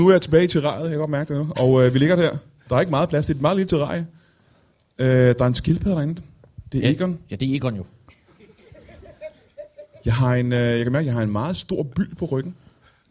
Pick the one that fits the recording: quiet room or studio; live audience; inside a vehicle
live audience